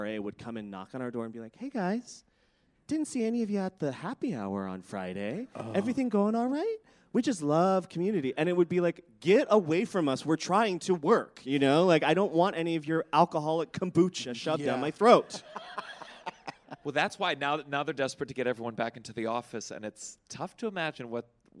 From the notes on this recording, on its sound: a special live recording of the podcast at Just For Laughs Montreal